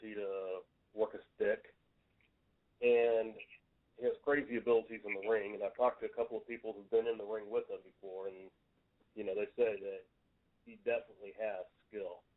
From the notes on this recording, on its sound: We got a phone call